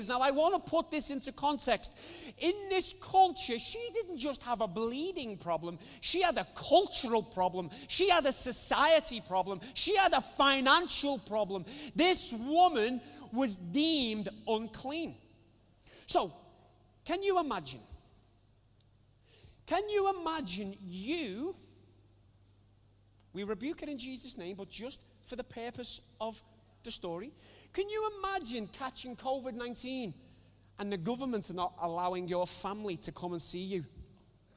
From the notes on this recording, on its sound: recorded Sunday 16 August 2020, 10:30am service.